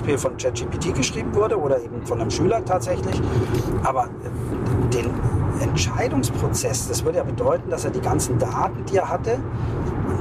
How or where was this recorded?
inside a vehicle